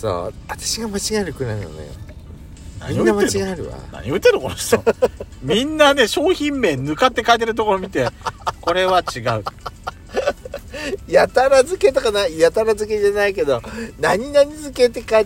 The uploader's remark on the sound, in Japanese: パーキング収録